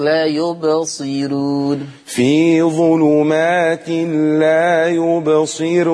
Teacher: عايزين ننزل بالراء شوية عشان نبين الترقيق